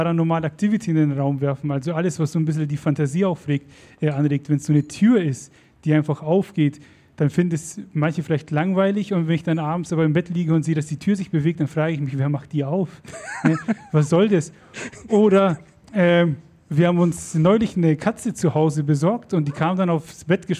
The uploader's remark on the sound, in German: LuLL Live bei der Podcast Brause am 7. Juni 2023